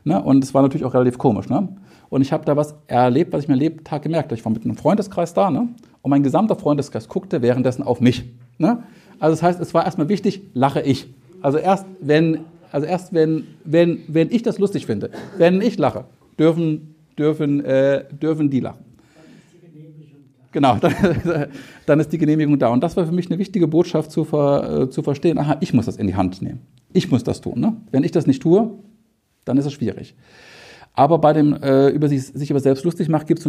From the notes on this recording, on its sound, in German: war zu Gast beim Flow-Treffen in Frankfurt und hat dort einen Vortrag gehalten